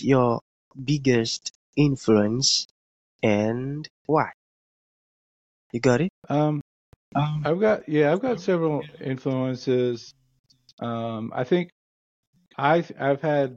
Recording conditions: drop-outs